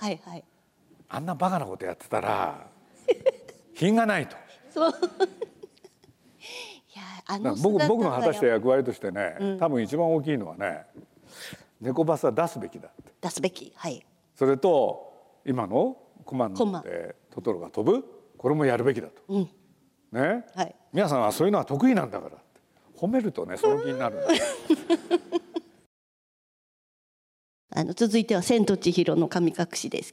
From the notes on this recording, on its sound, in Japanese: 東京国際フォーラムで行われた、第70回全国幼児教育研究大会東京大会のスペシャルトーク